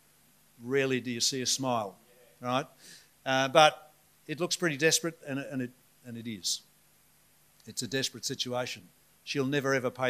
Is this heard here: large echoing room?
yes